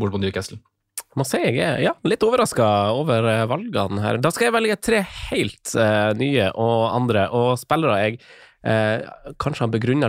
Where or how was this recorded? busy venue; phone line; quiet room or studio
quiet room or studio